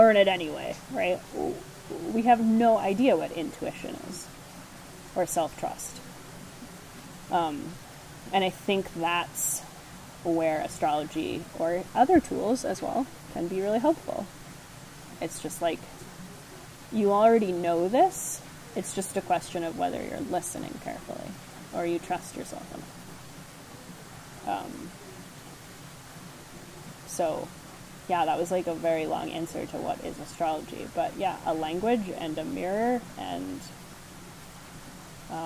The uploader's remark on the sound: Enjoy the waterfall background sounds